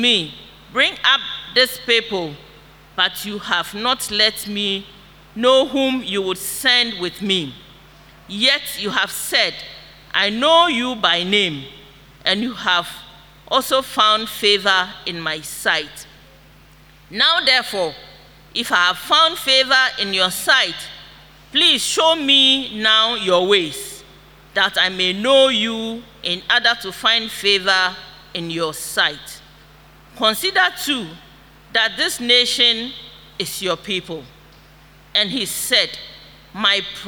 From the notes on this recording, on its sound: Sermon preached at Shiashie Campus